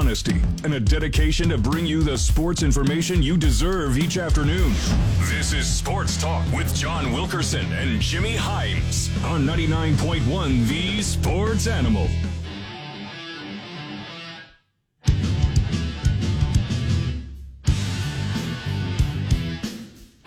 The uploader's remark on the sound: your phone calls